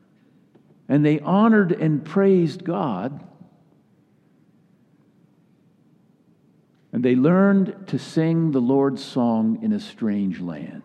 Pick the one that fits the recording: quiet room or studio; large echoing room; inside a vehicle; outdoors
large echoing room